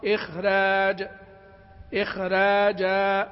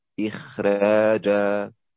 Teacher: الخاء يلحق بالمستفل في الحكم هنا وترقق